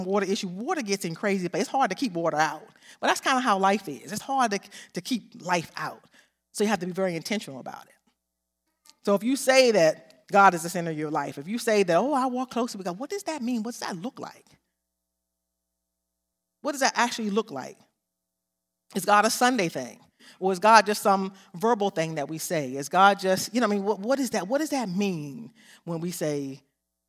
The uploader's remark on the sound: This sermon was recorded live on February 27th, 2022 at Newark United Pentecostal Church.